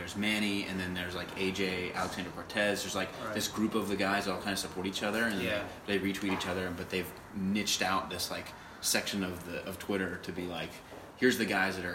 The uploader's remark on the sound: Live from Menfluential 2019